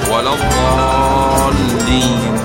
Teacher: لأنه من حروف المد الألف، وبعده حرف ساكن وهو اللام، وسكونه لازم لأنه مدغم باللام المتحركة